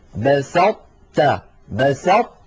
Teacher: أطبقنا اللسان على طاء من غير قلقلة، تا فتحنا على تاء، فلا نحن أظهرناها فقلنا بسطت، ولا نحن أدغمناها إدغاما كاملا فقلنا بسطت. · Term: الإدغام الناقص